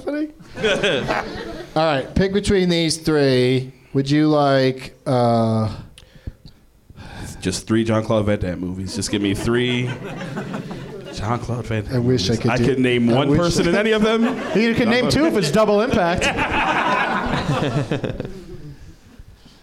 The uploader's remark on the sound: Live from the NerdMelt Showroom in Los Angeles